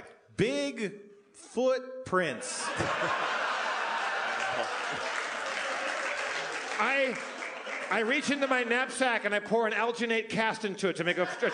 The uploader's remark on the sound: LIVE from Bridgetown 2015!